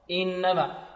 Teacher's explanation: نكسرها كسرا جيدا بدون إمالة الكسر، وكذلك بدون مط الكسرة